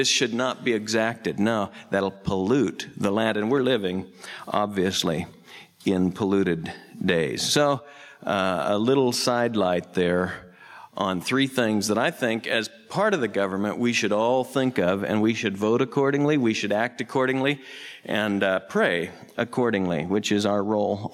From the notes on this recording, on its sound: Southwest Bible Church in Beaverton Oregon